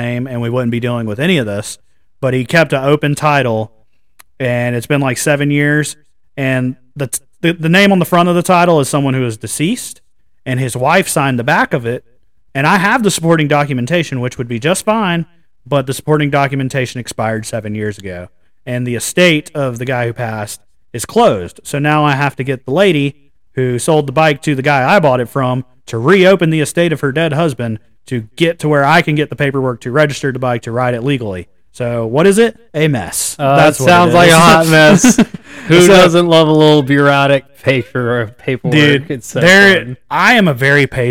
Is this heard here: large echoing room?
no